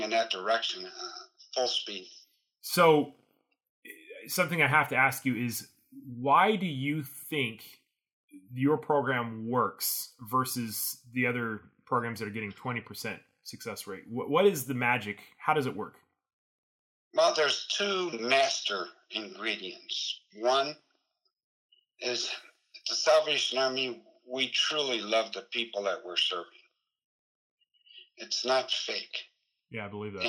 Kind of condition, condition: fault, poor sound quality